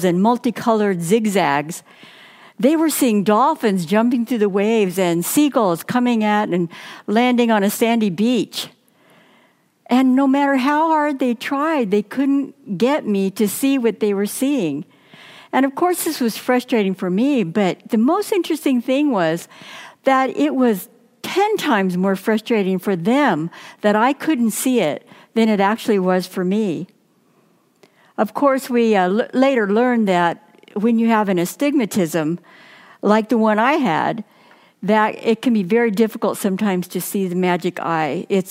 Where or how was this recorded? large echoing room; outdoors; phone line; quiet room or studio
large echoing room